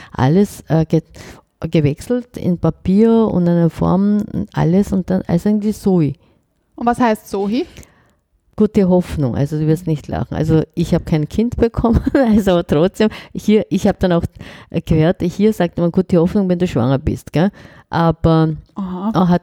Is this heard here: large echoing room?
no